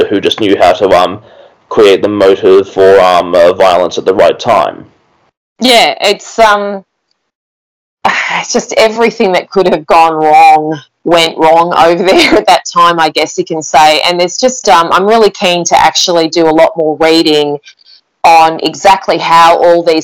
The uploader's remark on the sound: We apologise for the poor audio quality. At the time of recording Covid restrictions forced us to record remotely.